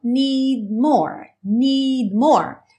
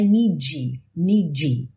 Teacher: Ou seja, você pode ouvir essa percussão need, need, ou need, need, need. Você tem a intenção de fazer o D, mas ele não soa realmente · Shown in: first take